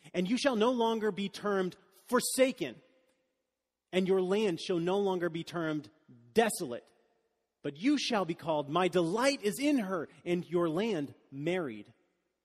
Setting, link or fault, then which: setting, large echoing room